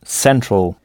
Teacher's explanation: on frappe la syllabe qui vient avant la terminaison en « all »